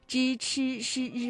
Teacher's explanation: 发音的时候呢，总体的特征是舌尖上翘 · Term: 翘舌音